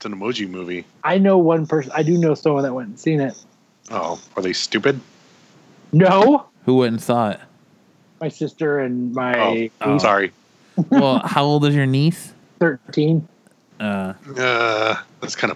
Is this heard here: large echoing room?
no